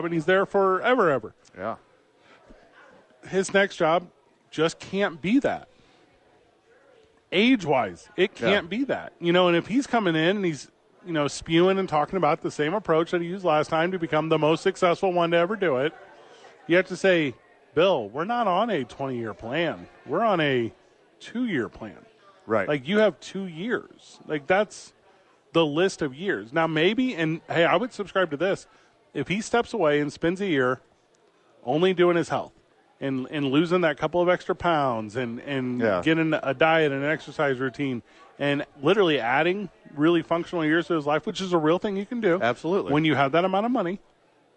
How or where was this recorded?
busy venue